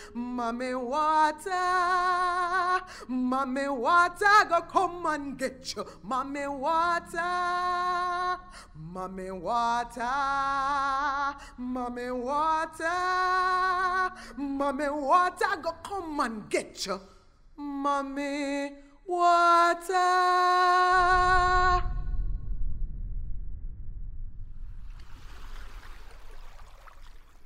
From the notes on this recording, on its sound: in front of a live audience